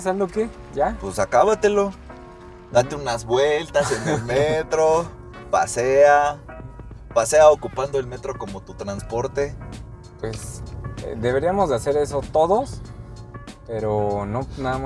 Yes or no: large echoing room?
no